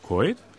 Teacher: Bei kalt und Holz wird das L vokalisiert.